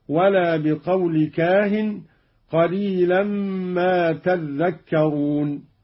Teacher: قرأ قالون بتشديد الذال، هكذا ولا بقول كاهن قليلا ما تذكرون.